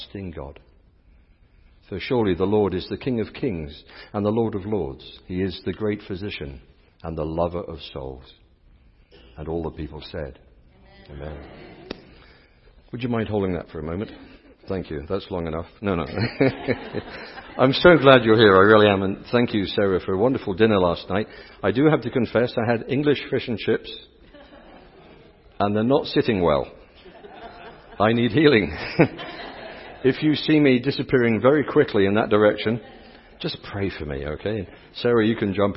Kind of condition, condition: setting, large echoing room